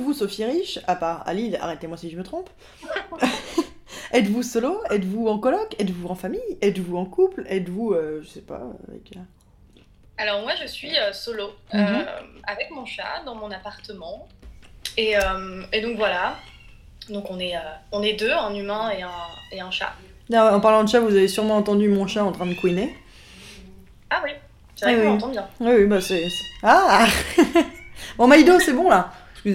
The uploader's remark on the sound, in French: Sorry pour les misophones.